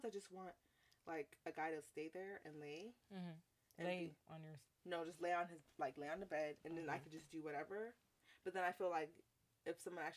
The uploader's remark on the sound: We apologize for the low sound on this episode we are still trying to get used to the mics.